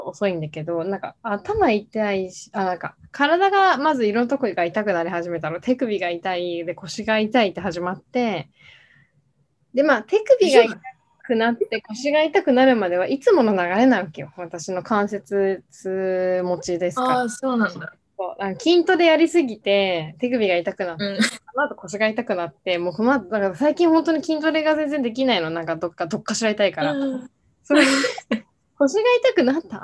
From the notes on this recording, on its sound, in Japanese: 東京と富山でzoomにて収録